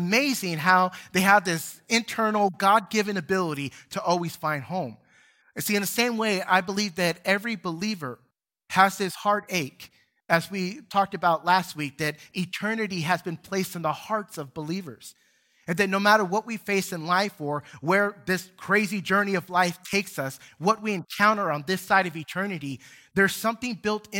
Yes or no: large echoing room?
yes